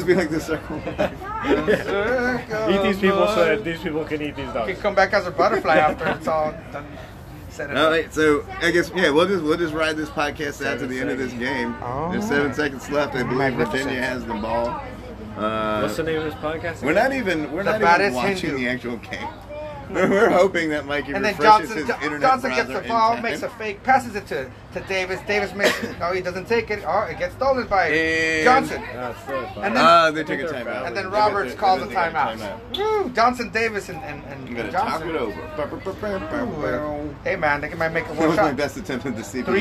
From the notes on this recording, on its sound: Live from Good Guys Tavern in El Cajon.